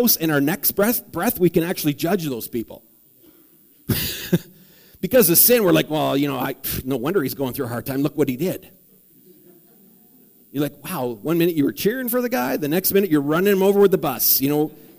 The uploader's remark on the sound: preached at the Morinville Alliance Church.